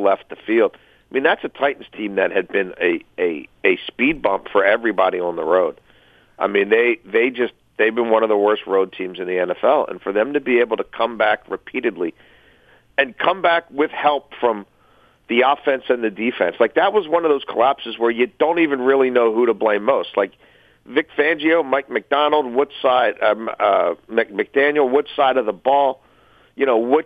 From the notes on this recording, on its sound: Phones. Call in with their weekend picks.